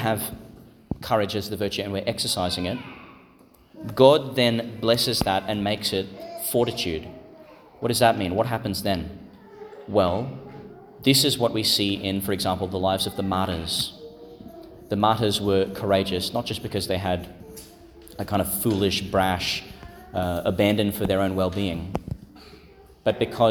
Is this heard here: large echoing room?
yes